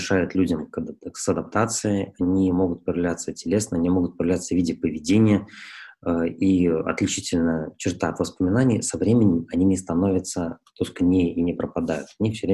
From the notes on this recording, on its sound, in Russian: Press Club Belarus, Stockholm School of Economics in Riga, Baltic Centre for Media Excellence провели этот вебинар.